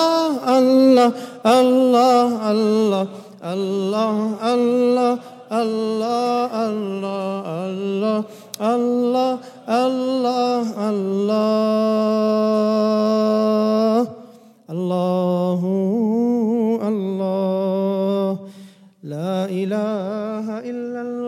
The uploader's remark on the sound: at the Houghton Masjid (West Street)